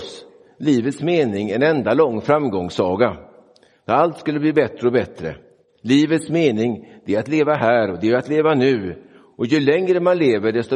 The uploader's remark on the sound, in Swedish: Inspelad i Roseniuskyrkan den 11 februari 2024.